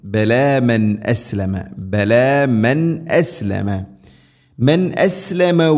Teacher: അടുത്ത ആയത്തിൽ ബലമൻ അസ്ലമ ബലമൻ അസ്ലമ മൻ അസ്ലമ സാക്കിന നൂന് ശേഷം ഹംസ ഇദ്ഹാർ ചെയ്യണം, വെളിവാക്കി ഉച്ചരിക്കണം. ബലമൻ അസ്ലമ ബലമൻ അസ്ലമ മൻ അസ്ലമ വജ്ഹഹു ജീം ഖൽഖല ചെയ്യണം, ശരിക്കും കേൾക്കണം.